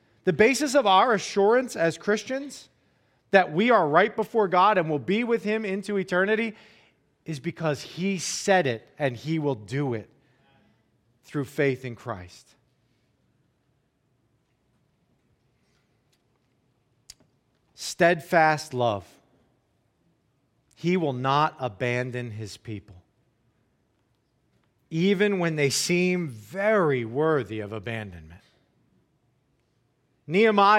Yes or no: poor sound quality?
no